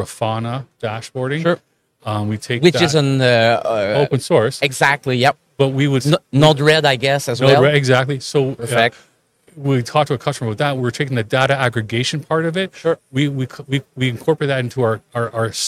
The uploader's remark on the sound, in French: En direct du Salon Industriel de Terrebonne